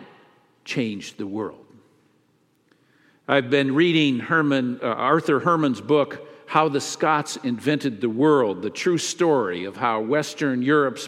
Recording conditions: large echoing room